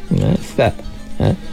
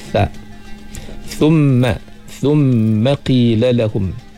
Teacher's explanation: Tha hujung lidah kita, dengan gigi atas.